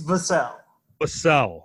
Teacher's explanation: Okay, so we're emphasizing the second syllable, Vassell.